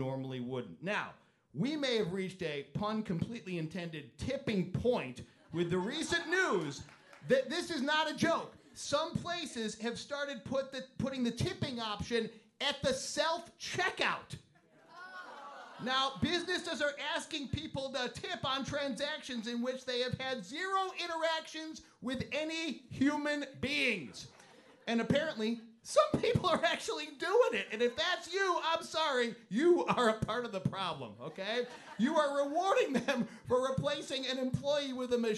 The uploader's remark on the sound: Morning Mix Live at the Copley Theatre in Aurora